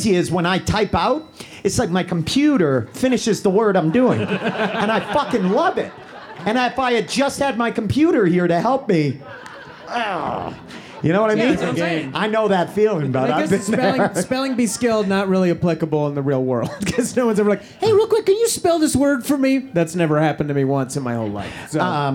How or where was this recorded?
live audience